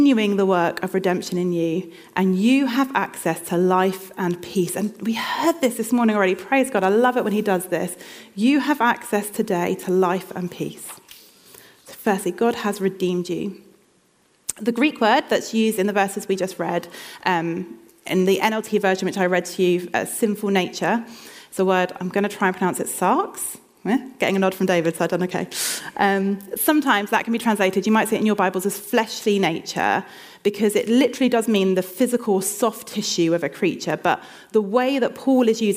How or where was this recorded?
large echoing room